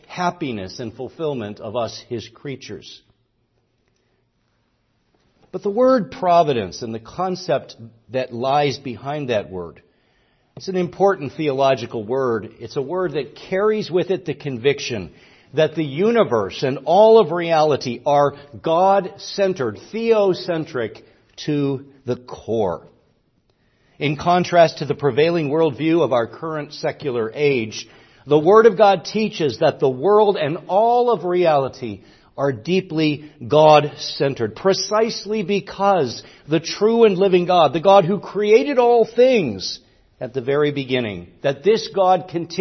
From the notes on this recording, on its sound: preached at Grace Orthodox Presbyterian Church in Sewickley, PA, during the evening Worship Service on Sunday, May 28, 2023